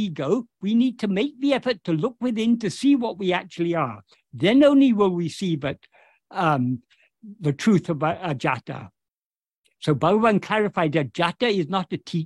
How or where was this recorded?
video call